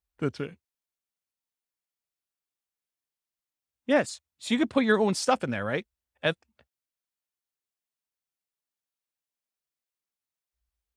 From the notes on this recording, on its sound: This was a live class recorded